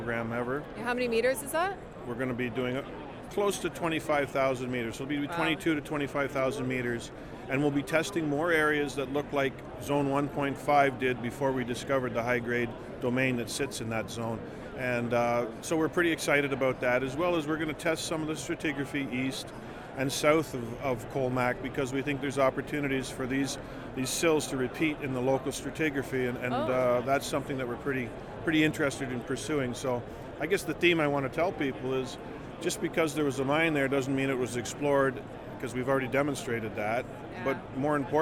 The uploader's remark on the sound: We head to the floor of AME BC's Roundup 2017 conference in Vancouver, B.C., for exclusive Northern Miner coverage.